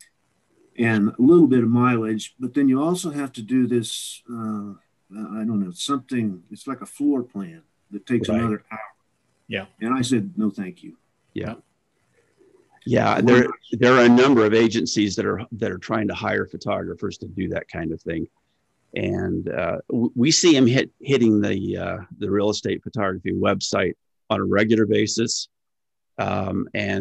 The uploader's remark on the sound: Real Estate Photographers of America's inaugural Zoom meeting.